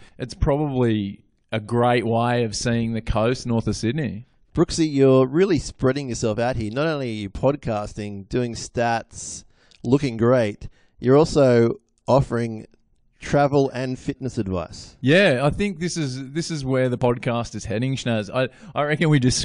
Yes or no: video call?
no